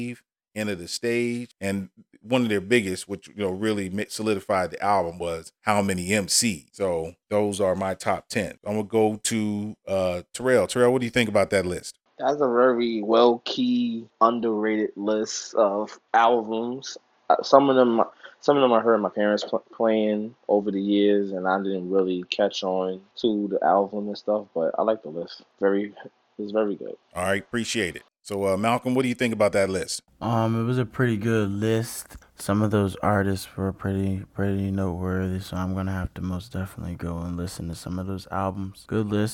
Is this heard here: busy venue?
no